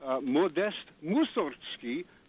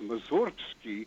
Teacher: with emphasis on the first syllable · Shown in: first take · and it's often pronounced Mussorgsky.